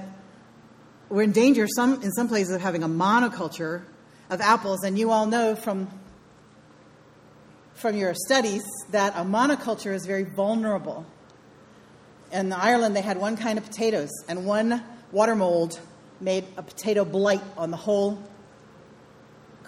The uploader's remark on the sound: Sermon delivered on September 29, 2019. It's Celebration Sunday.